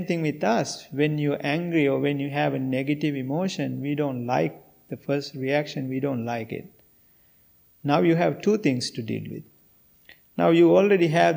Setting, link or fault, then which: setting, large echoing room